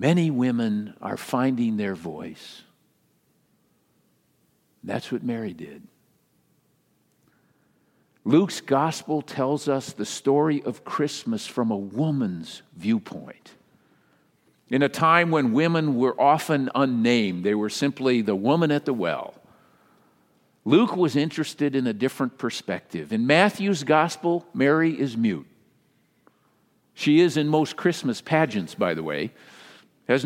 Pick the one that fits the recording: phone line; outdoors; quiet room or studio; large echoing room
large echoing room